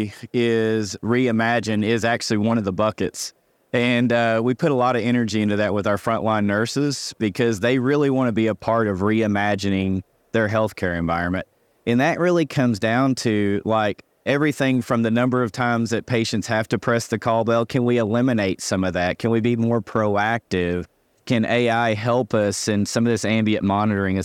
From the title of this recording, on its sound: Heard LIVE from the floor of Becker’s